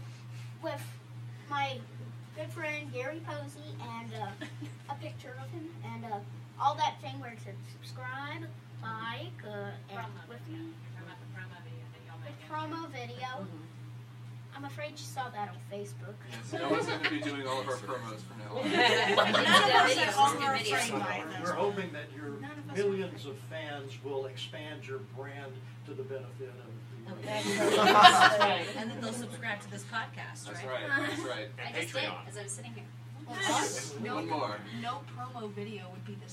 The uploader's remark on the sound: Join us for our first live (at the time) recording of “Sharing the Experience”! The cast of “Urinetown (The Musical)” in their talk-back with the audience after a show.